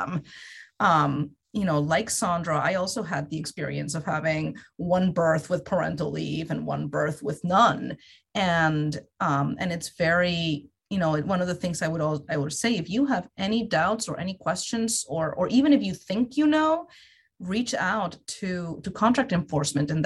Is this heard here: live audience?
no